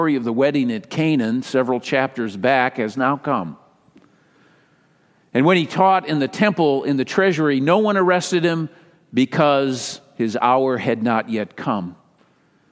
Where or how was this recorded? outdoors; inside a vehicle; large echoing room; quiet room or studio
large echoing room